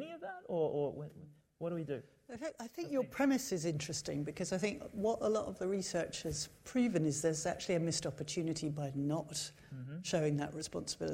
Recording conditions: live audience